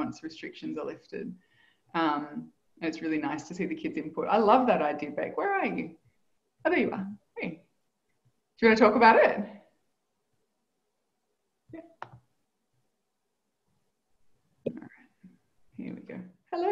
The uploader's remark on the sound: Live Community Call